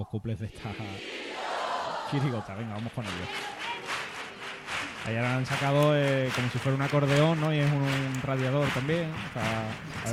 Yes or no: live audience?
yes